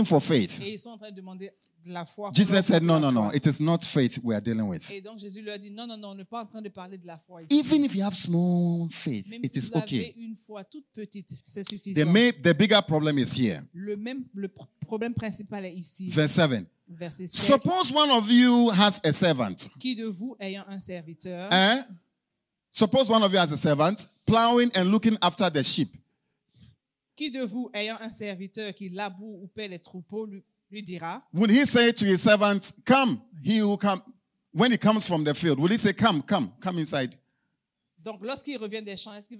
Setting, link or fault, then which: setting, large echoing room